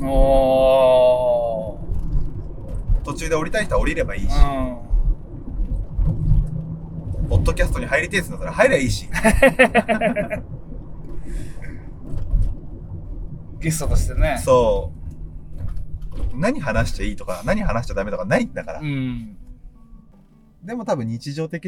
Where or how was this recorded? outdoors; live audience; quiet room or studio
outdoors